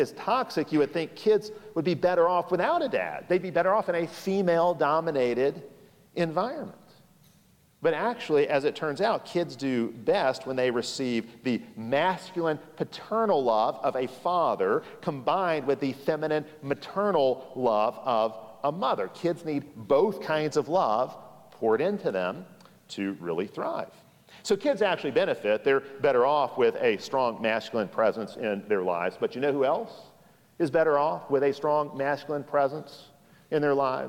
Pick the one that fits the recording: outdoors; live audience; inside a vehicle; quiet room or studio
live audience